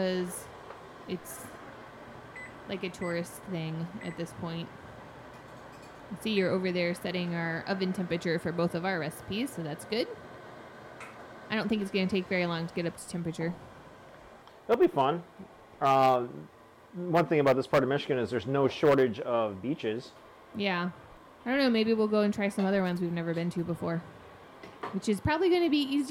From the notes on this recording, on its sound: Relocate their recording space to the kitchen. Juggle recording, cooking, parenting, and unfiltered reactions from pint-sized taste testers.